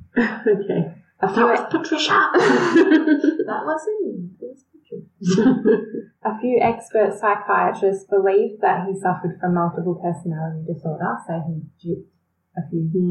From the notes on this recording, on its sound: We apologise for any poor sound quality in this episode, we tried to clean it up!!